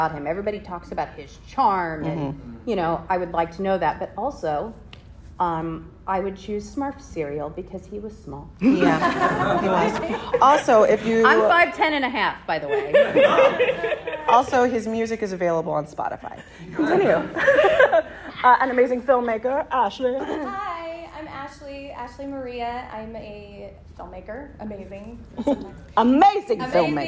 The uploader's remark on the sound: LA Comic-Con Panel 2023